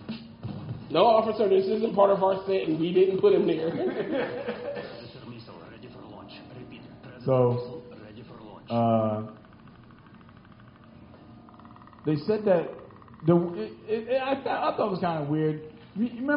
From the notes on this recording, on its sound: For the 3rd Year in a row we performed live at Tattooed Mom for the Philadelphia Podcast Festival.